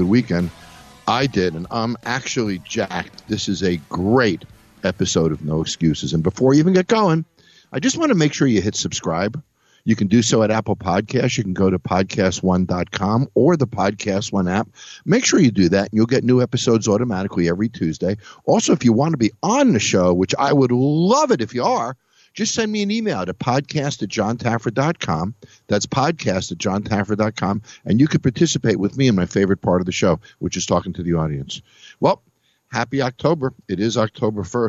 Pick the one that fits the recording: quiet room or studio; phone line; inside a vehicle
phone line